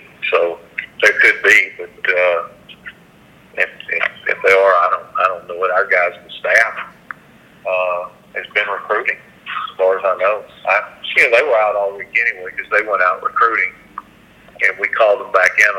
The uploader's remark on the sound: Bowl Teleconference.